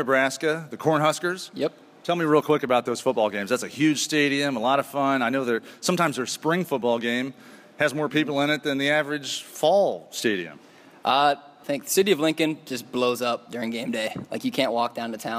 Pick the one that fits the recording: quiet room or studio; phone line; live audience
live audience